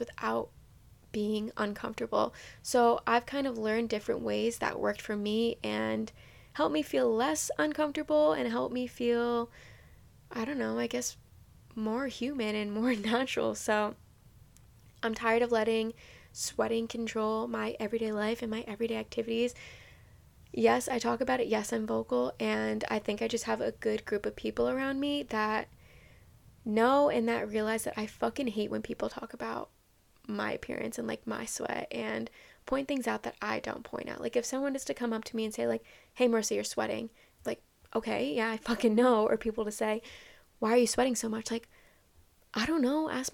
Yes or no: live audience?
no